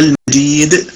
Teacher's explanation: المجيد مثلا إذا وقفنا عليها المجيد تكون القلقلة فيها قلقلة وسطى